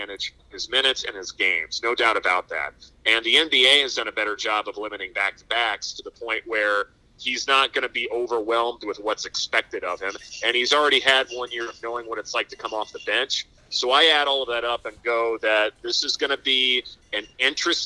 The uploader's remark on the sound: live from the Final Four